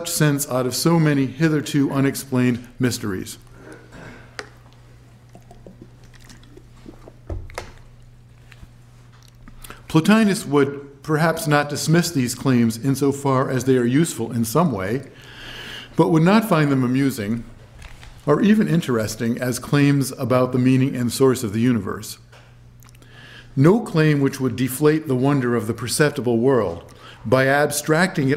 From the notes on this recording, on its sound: given at the University of Chicago on February 2, 2012